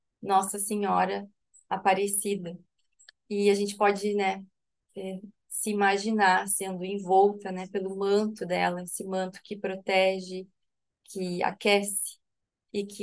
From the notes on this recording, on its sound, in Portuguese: Online pelo zoom.